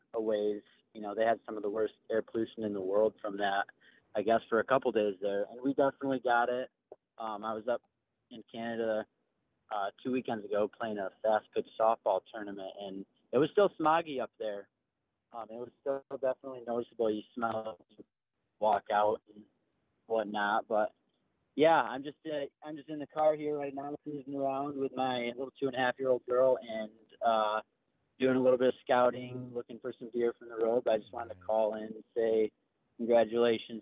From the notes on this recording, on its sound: take to the phone lines and bring on listeners from across the country